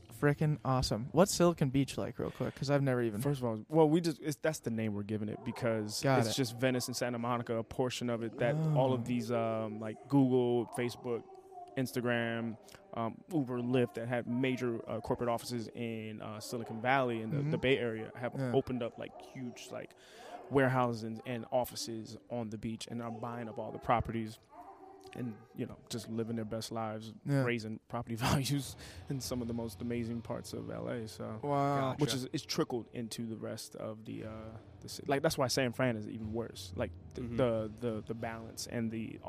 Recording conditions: busy venue